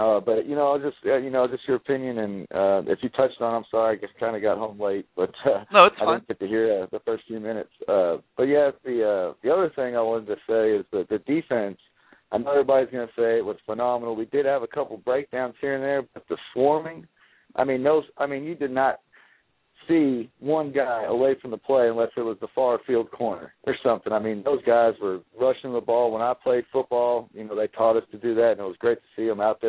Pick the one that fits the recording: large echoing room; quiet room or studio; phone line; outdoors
phone line